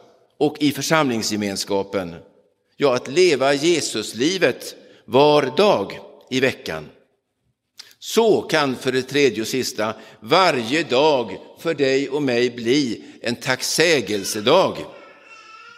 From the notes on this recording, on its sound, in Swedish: Inspelad i Roseniuskyrkan den 9 oktober 2022.